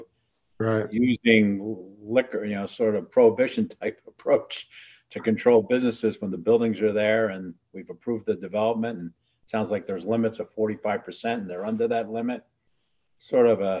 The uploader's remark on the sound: Zoom meeting. Participants had a lively discussion.